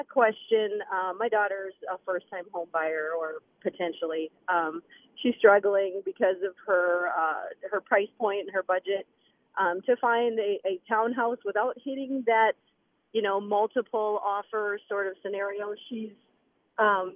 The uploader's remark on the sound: They take your phone and text questions on home buying, staging for sale, and more.